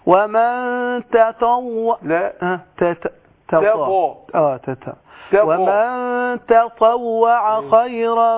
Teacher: لابد ايه ان انا افصل بين التاء حرف مستفل والطاء حرف ايه مستعلي